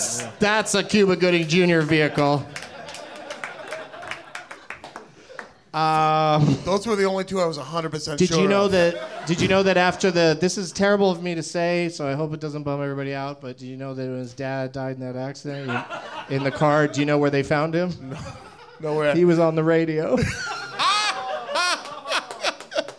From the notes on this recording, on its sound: Live from the NerdMelt Showroom in Hollywood